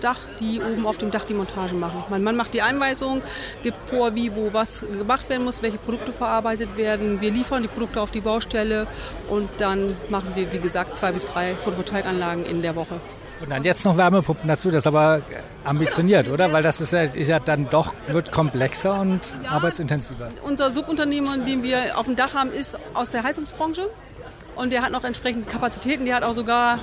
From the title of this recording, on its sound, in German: Live vom Partnertag